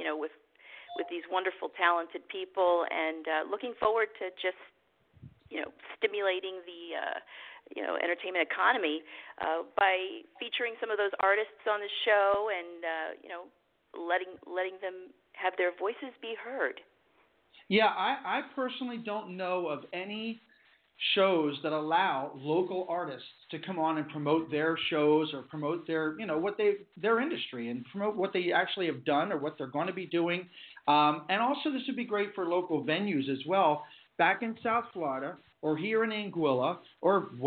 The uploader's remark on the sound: Live from Anguilla. A live call-in show with interviews.